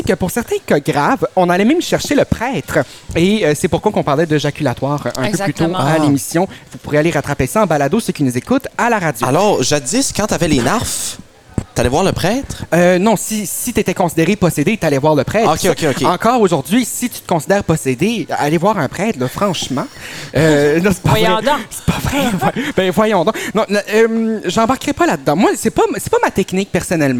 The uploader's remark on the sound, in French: enregistré à la Terrasse à Steve de Miscou